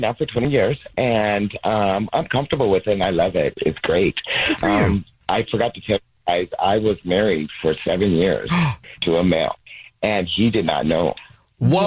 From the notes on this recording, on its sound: The woman on the phone